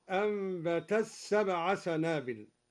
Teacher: أدغم الدوري التاء في السين هكذا، أنبتت 7 سنابل.